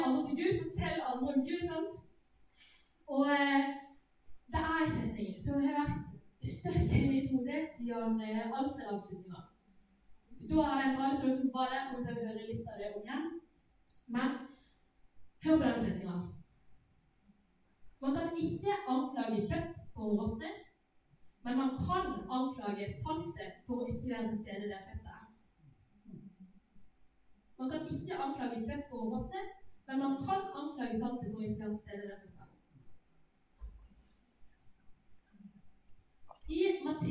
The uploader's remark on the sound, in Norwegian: Beklager, dårlig lydkvalitet.